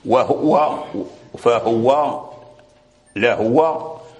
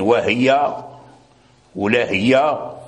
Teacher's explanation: أما ورش فقد ضم الهاء من وهو فهو لهو، وكسر الهاء من وهي ولهي